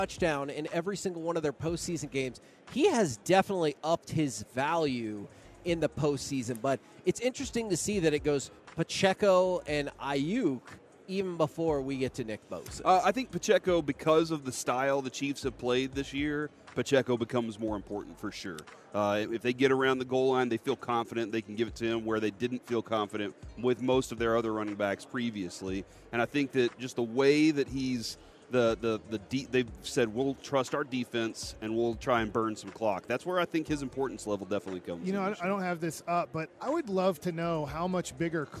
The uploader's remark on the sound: LIVE from Radio Row in Las Vegas!